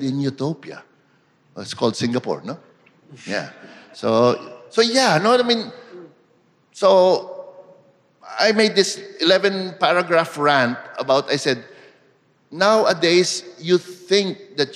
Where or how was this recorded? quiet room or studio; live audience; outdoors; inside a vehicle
live audience